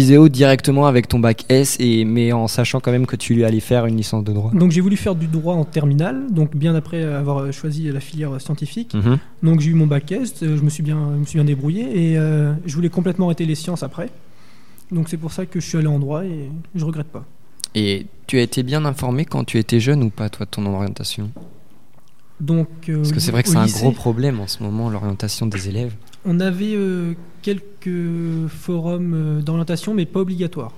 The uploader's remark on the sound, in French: Interview réalisée en direct samedi 2 février 2019 lors du 2nd Forum de l'orientation du LRB.